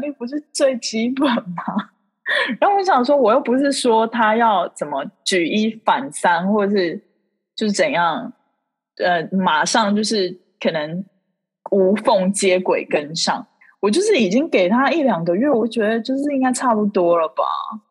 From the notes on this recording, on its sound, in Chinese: Zoom拉近你我之間的距離。第一次在Zoom上面錄Podcast，其實滿有趣的！不知道為什麼聲音聽起來不一樣，特別有磁性。